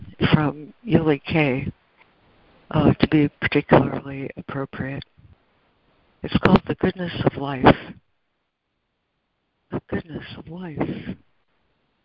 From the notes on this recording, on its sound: ACIM Daily Conference Call